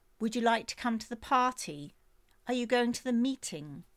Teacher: These are all questions, and at the end, often the last word in the sentence, the intonation goes up.